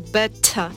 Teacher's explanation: Очень важно, чтобы был с придыханием, с аспирацией · Term: взрывная Т